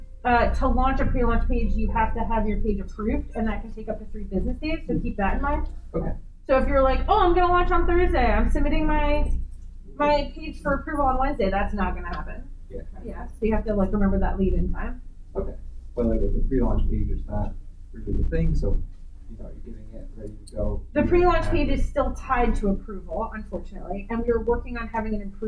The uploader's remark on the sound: Recorded at Metatopia 2023